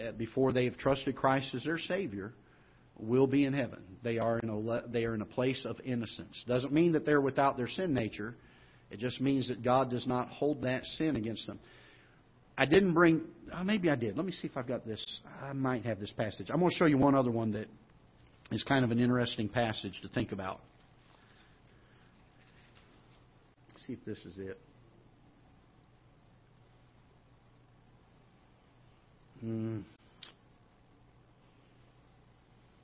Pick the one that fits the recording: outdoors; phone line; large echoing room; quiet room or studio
large echoing room